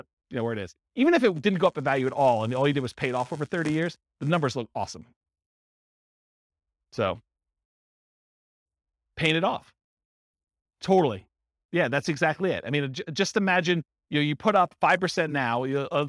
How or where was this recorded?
live audience